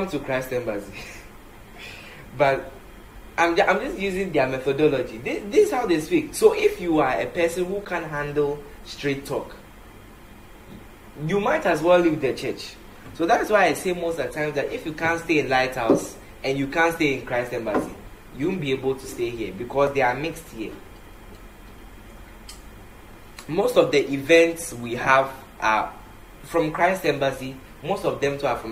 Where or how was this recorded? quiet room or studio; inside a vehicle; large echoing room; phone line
large echoing room